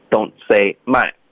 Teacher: 这个 my 是一个双元音，我们要张嘴 my